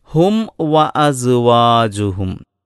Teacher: ഹും, ചുണ്ട് പൂട്ടണം. പിന്നീട് വ എന്ന് പറഞ്ഞ് വായ തുറക്കുമ്പോൾ രണ്ട് ചുണ്ടുകൾ ഉപയോഗിച്ച്, ചുണ്ടും പല്ലും ഉപയോഗിച്ചല്ല, വ എന്ന് പറഞ്ഞ് അടുത്ത അക്ഷരം ഉച്ചരിക്കണം. · Term: വാവിൻ്റെ ഉച്ചാരണവും